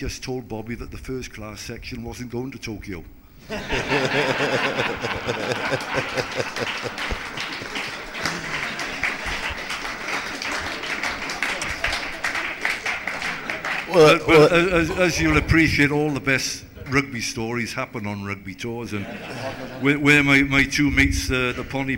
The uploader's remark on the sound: A live Six Nations debate. Fielded questions from a live audience ahead of the Six Nations.